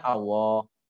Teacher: orang-orang Jawa zaman dulu nggak bisa bilang Allah dengan tafkhim, bisanya Allah.